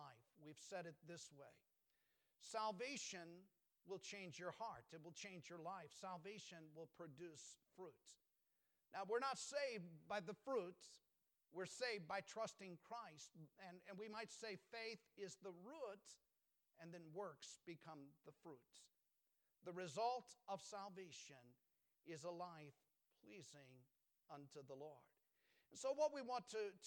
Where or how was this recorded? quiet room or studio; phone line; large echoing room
large echoing room